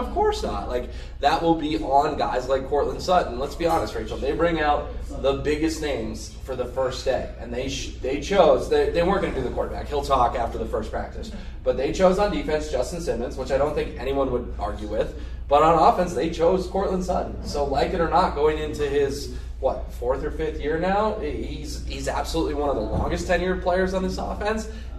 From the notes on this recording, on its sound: Live from UC Health Training Center as the Denver Broncos begin training camp!